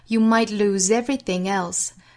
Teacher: lose 尾部是浊音和后面的 everything 连读就是 everything 的连读了 you might lose everything else,Everything 和后面的 else 同样呢也是可以形成连读的，后鼻音和元音的连读 Everything else, Everything